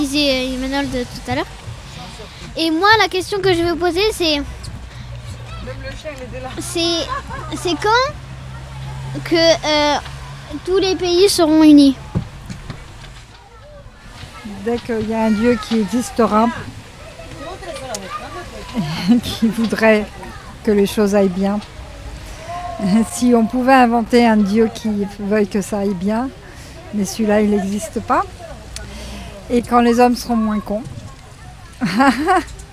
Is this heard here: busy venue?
yes